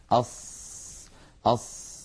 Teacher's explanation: كما أنها من حروف الرخاوة لأن الصوت يمتد معها ويجري أص يجري معها الصوت والنفس كلاهما.